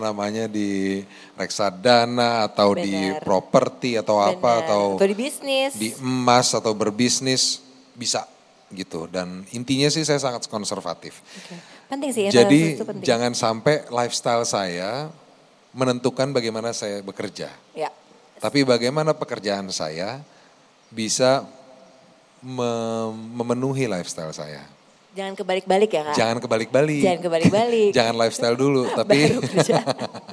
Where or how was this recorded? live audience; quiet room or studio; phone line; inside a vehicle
live audience